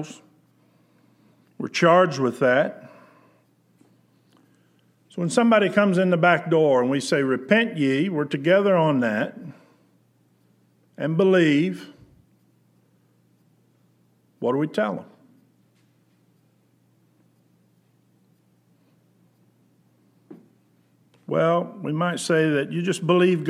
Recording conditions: large echoing room